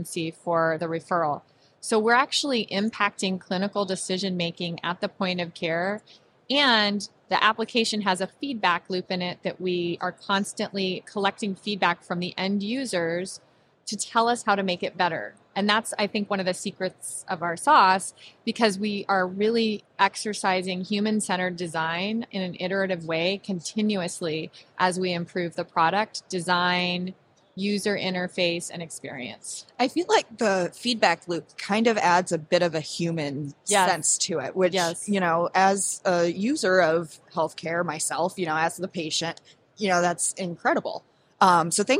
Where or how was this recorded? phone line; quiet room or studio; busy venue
busy venue